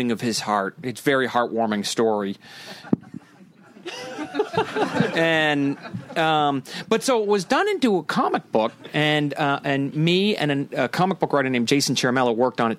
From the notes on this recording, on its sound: Recorded at Brookline Booksmith in Brookline, Massachusetts.